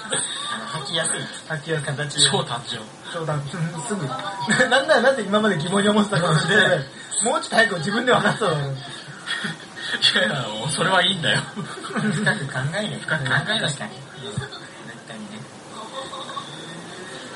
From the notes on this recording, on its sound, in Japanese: 飲みながらの収録なのでやかましかですばい